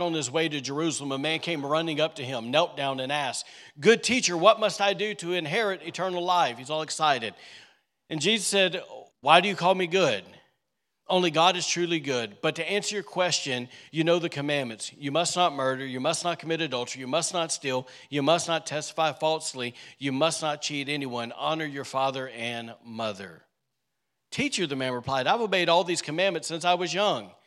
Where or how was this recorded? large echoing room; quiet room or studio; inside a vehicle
large echoing room